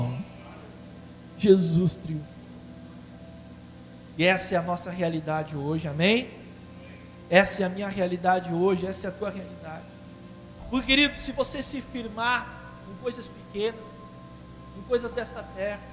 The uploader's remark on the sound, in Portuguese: Esta mensagem foi gravada na Quadrangular Liberdade no dia 26 de abril durante o culto de Celebração.